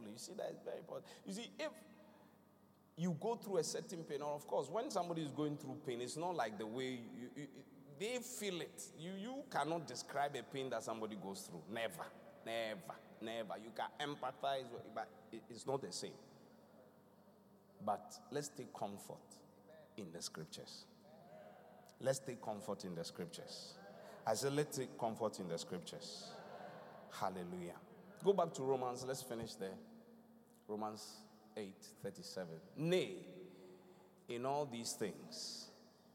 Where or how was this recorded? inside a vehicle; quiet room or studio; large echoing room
large echoing room